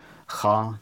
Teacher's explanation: das was aus, der, äh, aus dem Hals kommt, Cha, ein tieferer Punkt aus der Kehle